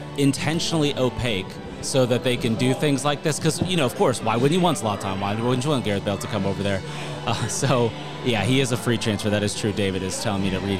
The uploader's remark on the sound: We recorded the show just after the final whistle on Saturday from our very first Watch Party at Strange Days Brewing